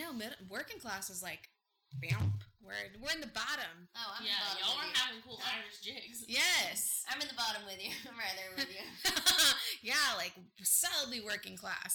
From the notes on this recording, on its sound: Please excuse our audio quality, future episodes are going to sound SO MUCH BETTER!